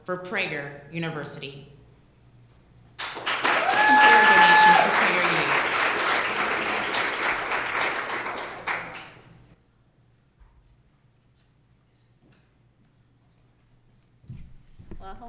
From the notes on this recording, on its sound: The event was recorded at CBLPI's Western Women's Summit in Phoenix AZ in October 2017.